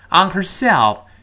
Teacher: 这 herself 这个单词是重读的，花在自己身上。我要强调一下，我们说击穿清辅 h 不能够把它用的太广，它本身这个 h 开头的单词一定是弱化、弱读、不重读的单词才有可